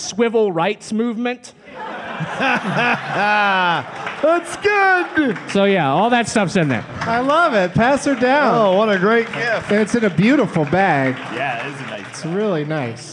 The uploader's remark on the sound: Live from the Comedy Zone in Charlotte